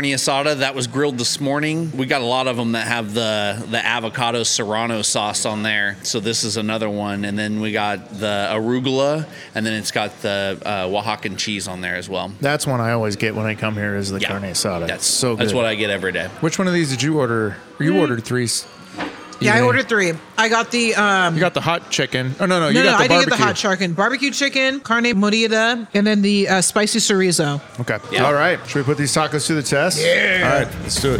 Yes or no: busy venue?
yes